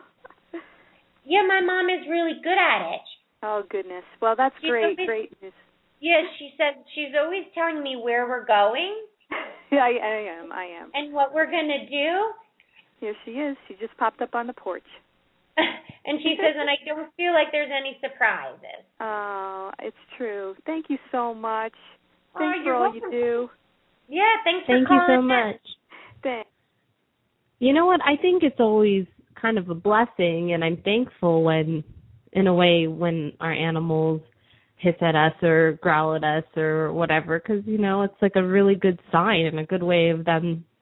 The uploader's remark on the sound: open up the lines for listeners to call